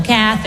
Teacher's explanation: So the emphasis is on the first syllable